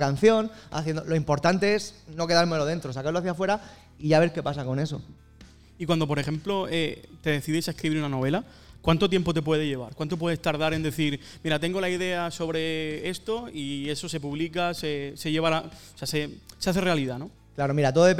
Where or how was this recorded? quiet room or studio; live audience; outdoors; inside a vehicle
live audience